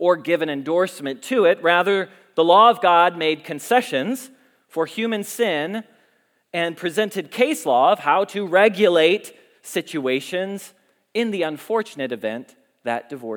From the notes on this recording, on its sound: Message Preached at Valley Creek Church.